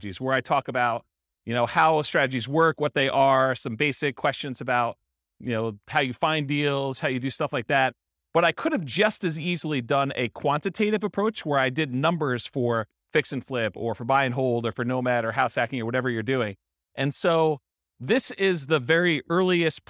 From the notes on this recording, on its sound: This was a live class recorded